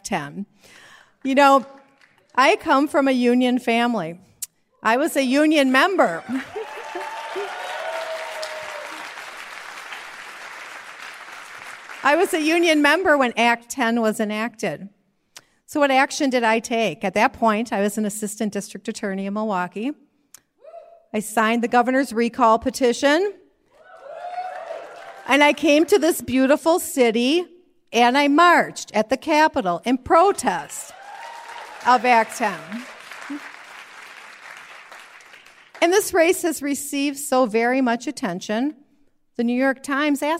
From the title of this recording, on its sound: Live from Wisconsin!